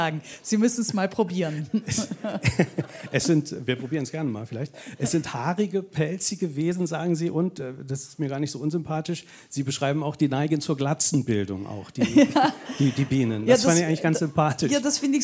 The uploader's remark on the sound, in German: Im Studio Eins des Saarländischen Rundfunks. Der Mitschnitt der öffentlichen Veranstaltung.